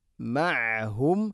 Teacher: മഅഹും ഐൻ തൊണ്ടയുടെ മധ്യഭാഗമാണ് മഖ്റജ്.